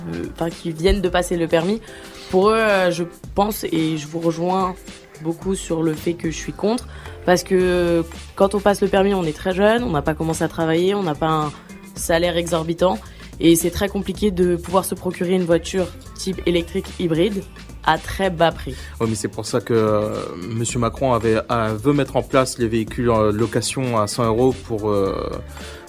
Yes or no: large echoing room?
no